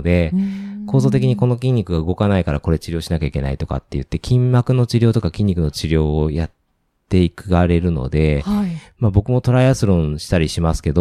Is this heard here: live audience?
no